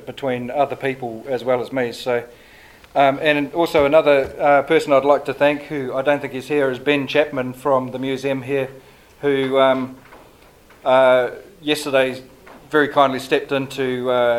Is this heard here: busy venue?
yes